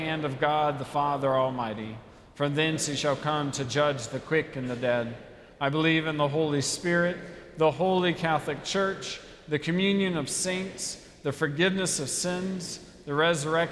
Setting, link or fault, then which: setting, large echoing room